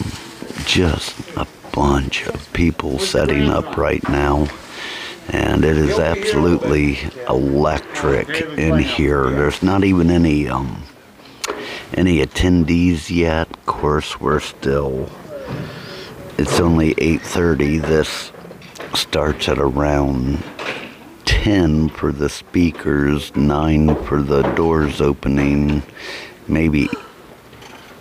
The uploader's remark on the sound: recording live from Penn-Ohio Paranormal Conference